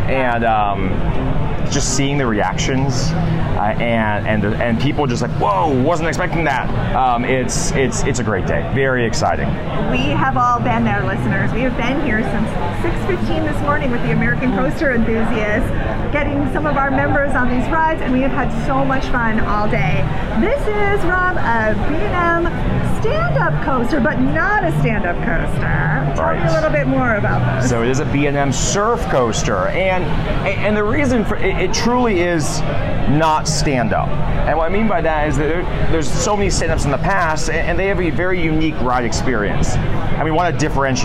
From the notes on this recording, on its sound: Join her in this live audio from the attraction's media day.